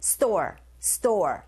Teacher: Store 하실 때 store보다는 s 사운드와 t 사운드가 만났어요. 이런 경우에 이 t 사운드 자체가 경음의 현상이 일어나서 된소리 현상 store, store 하시면 되고 water.